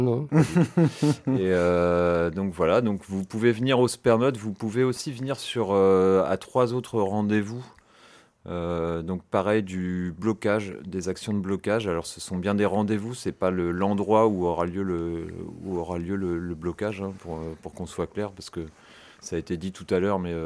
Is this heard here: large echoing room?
no